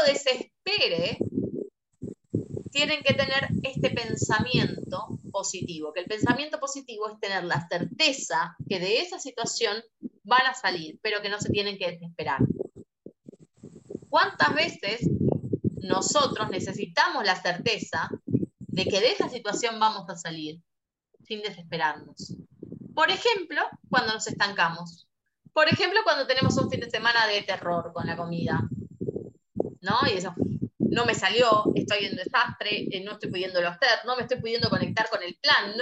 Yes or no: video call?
yes